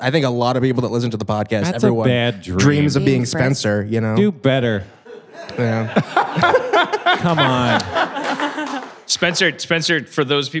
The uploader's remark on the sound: Crescendoing in a panel of three audience members talking shop.